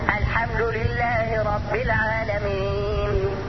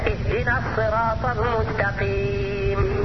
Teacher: كما يجب بيان الشده التي فيها اي في الهمزه لو جاورت حرفا خفيا كالحاء